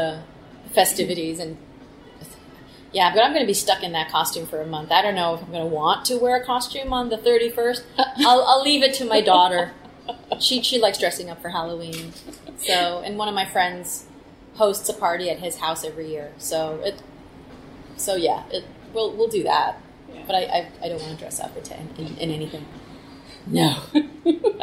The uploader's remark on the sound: During a press conference at the Swissotel